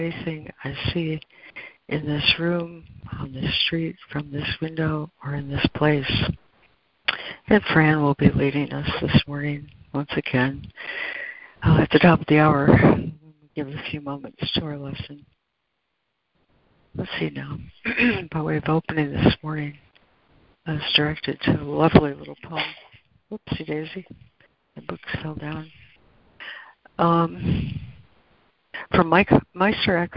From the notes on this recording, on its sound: ACIM Daily Conference Call